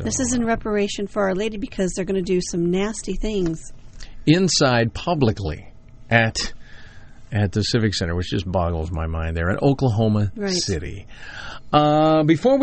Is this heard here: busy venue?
no